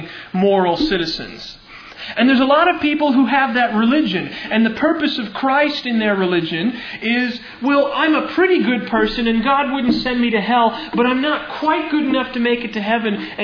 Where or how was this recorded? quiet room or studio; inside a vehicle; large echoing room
large echoing room